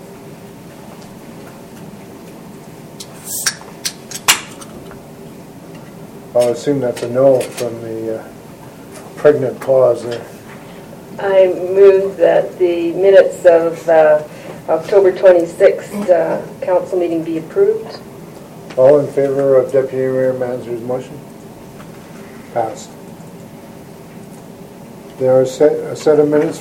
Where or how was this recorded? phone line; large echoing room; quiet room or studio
large echoing room